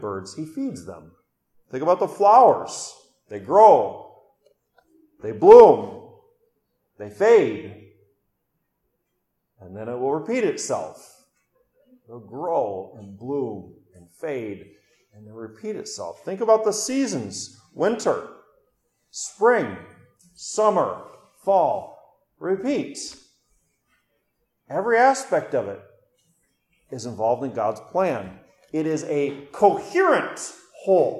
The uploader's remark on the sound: during Orwell Bible Church's morning service, November 6, 2022.